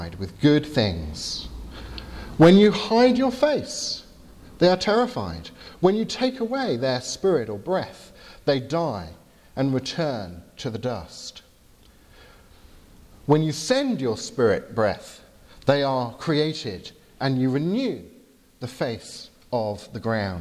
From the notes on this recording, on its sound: from the 11 am service at Highfield Church Southampton